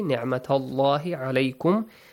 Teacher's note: There is no special rule, just the letter lam and the word Allah is pronounced heavily